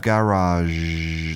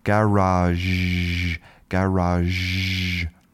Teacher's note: So you can hear at the end, we have garage. That's our voiced sh.